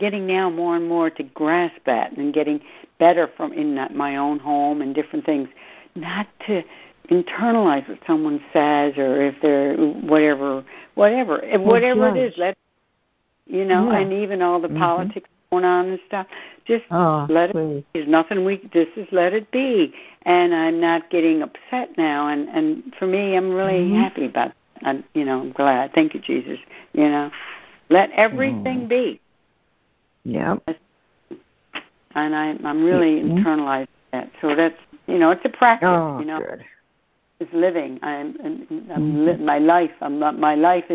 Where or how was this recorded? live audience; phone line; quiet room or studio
phone line